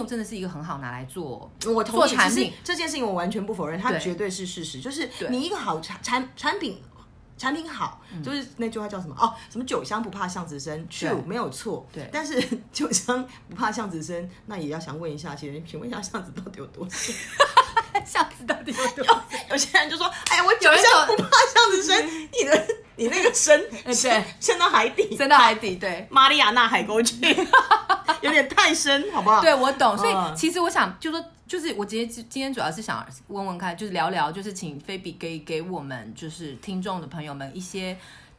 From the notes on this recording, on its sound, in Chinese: 內容很熱鬧請注意耳機音量。不過我們兩個實在太熟了，所以整個錄音的過程非常歡樂，建議各位音量一開始不要開太大以保護耳朵喔！